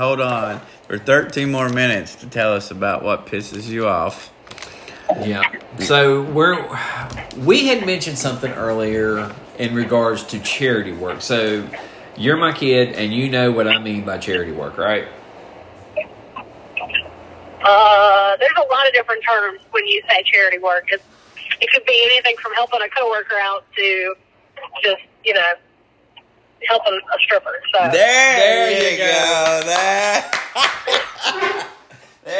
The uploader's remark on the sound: A lovely phone call